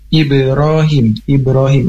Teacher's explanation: ini ada huruf ba mati, termasuk dengan qalqalah. Jadi bacaannya harus dipantulkan.